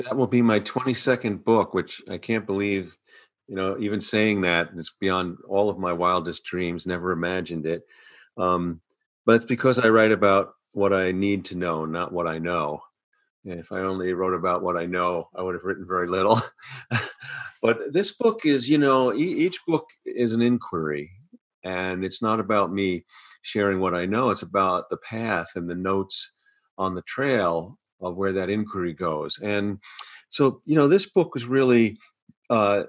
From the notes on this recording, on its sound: During the time of "Shelter in Place". Thanks to the technology of ZOOM.